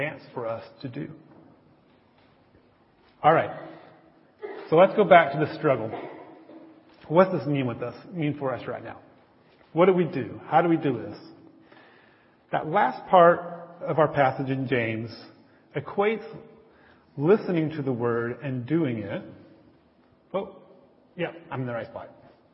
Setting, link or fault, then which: setting, large echoing room